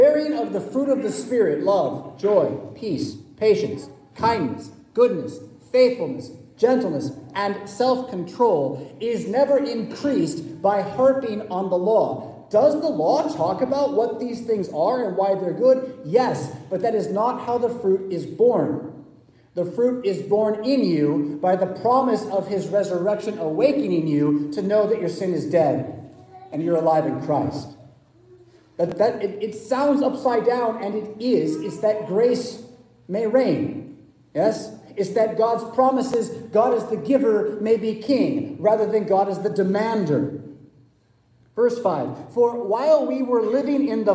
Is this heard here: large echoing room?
yes